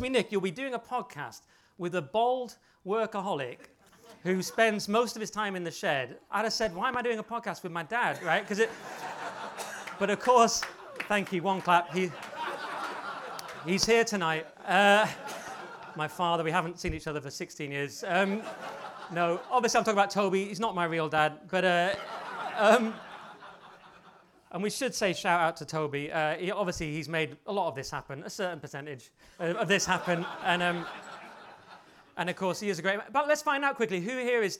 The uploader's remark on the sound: Weekly Sceptic Live 2. We had an amazing sold out show at Lola’s, at the Hippodrome in Leicester Square (the audio doesn’t capture the largeness of the crowd, but trust us, they were there, and they loved it). An audience Q & A, and loads more, in what was a hilarious and very special live show.